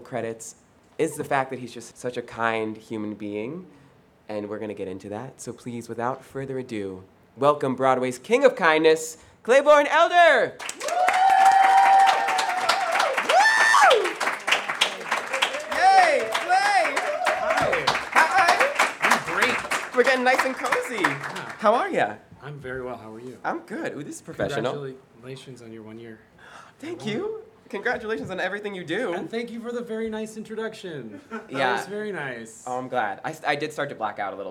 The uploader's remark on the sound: at BroadwayCon 2022 for the first ever LIVE TAPING of The Art of Kindness podcast